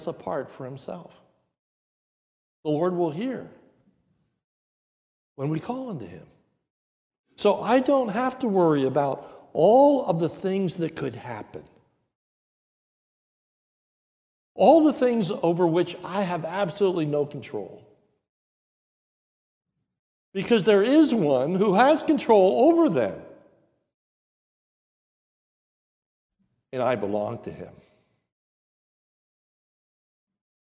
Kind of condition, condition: setting, large echoing room